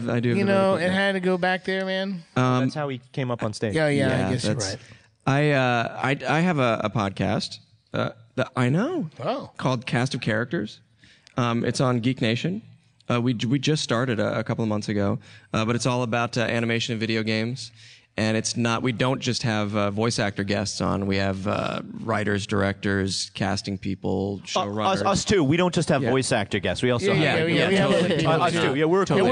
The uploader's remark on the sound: LIVE from Los Angeles at Stan Lee's Comikaze 2015